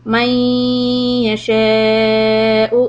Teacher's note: When you're going to do idgham with غُنَّة the noon is going to go away. You're going to double the يَا. Make it nasal. Let the sound come through your nose.